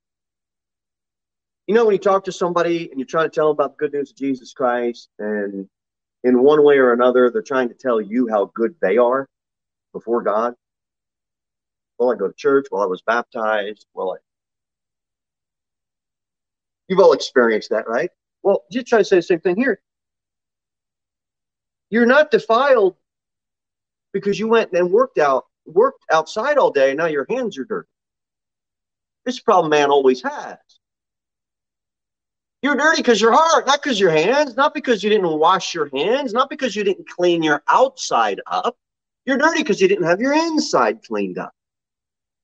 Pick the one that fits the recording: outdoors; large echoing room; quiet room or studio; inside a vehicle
large echoing room